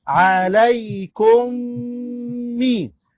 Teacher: ميم ساكنة مدغمة في الميم المكسورة · Term: إضغام